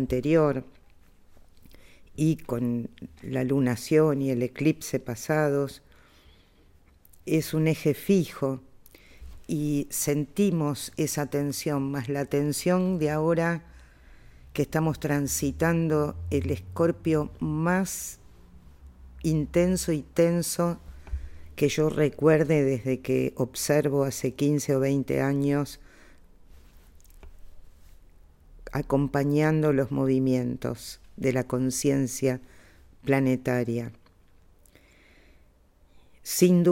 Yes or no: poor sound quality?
no